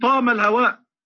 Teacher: يقولون طام الهواء، فيبدلون من الباي ميما · Term: لغه الطمطمانيه